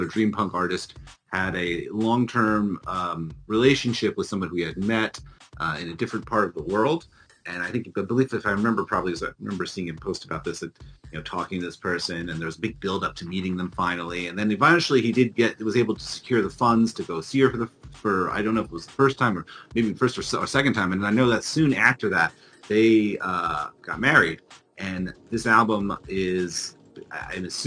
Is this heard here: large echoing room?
no